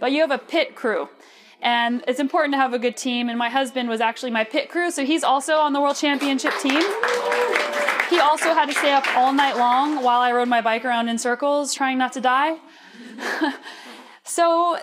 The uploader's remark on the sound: My Speech at VegFest